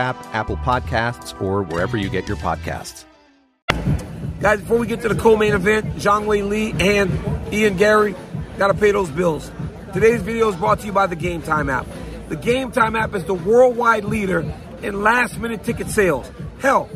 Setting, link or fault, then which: setting, busy venue